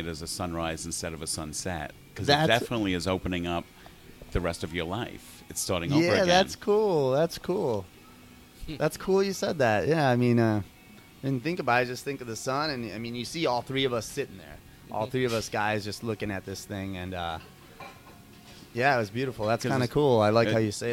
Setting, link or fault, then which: setting, busy venue